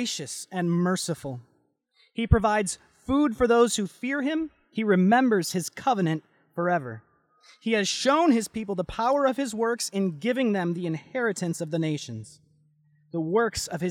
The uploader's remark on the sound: Delivered Sunday, August 9, 2020 at Woodridge Community Church (New Berlin, WI).